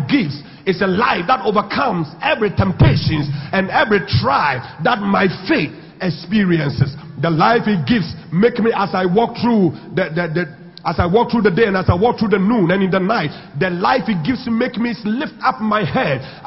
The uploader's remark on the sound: Sunday Communion Service at the Pentecost International Worship Center, Atomic.